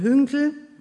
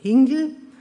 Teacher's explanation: diese entrundete Realisierung von Hünkel, also Hingel · Shown in: second take · Term: Entrundung